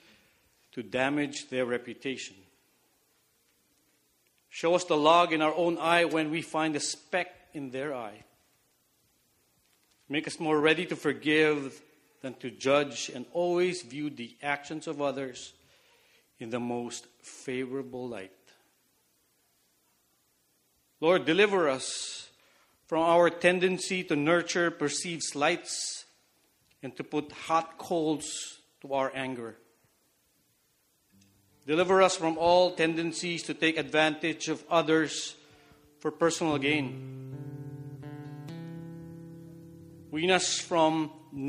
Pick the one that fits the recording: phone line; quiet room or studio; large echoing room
large echoing room